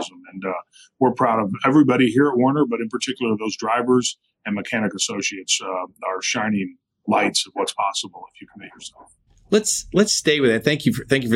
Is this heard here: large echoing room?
no